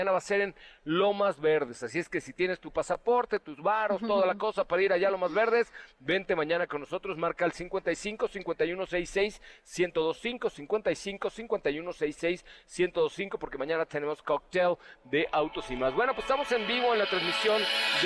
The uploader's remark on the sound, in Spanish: Transmitimos completamente en vivo desde la llegada de Geely al mercado mexicano. Transmitimos completamente en vivo desde la llegada de Geely al mercado mexicano. MVS Noticias en el 102.5 de tu FM.